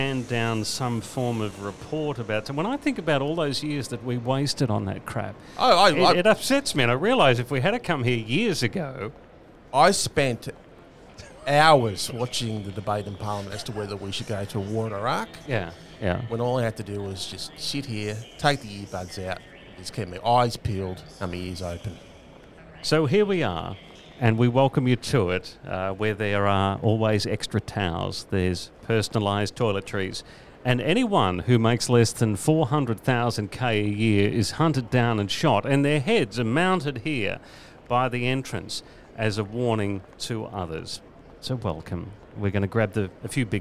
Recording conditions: busy venue